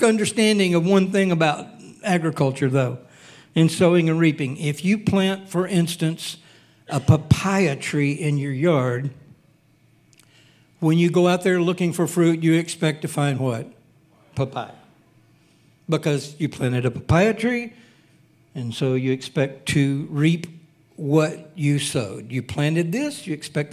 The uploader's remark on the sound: Recorded sunday evening service.